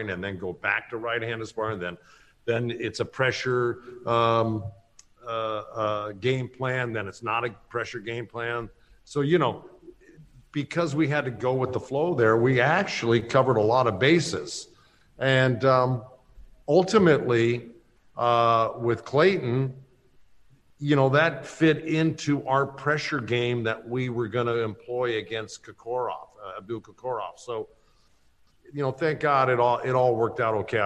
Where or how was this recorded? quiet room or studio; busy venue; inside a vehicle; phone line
busy venue